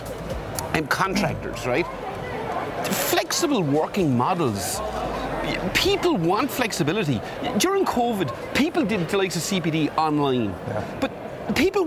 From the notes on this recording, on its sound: Live from Europe's Biggest Event 'Accountex'. A series of live interviews from Accountex 2022 in London recently. AIBN were the official broadcast partners of the event.